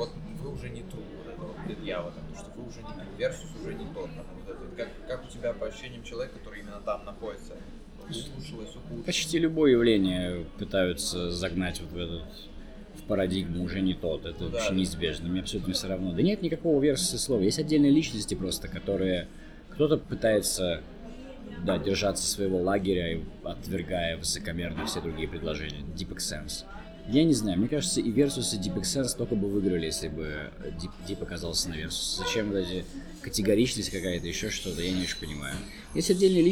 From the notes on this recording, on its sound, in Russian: Записать интервью в студии не получилось, поэтому звук оставляет желать лучшего. Соряяяян за шумы во время записи!